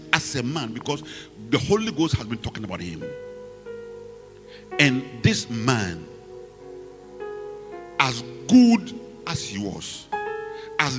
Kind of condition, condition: setting, large echoing room